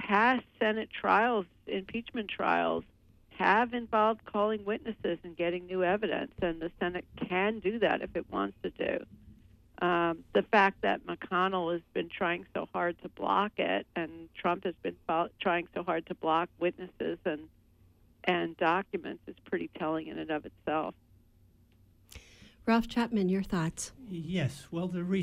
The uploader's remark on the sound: Call in show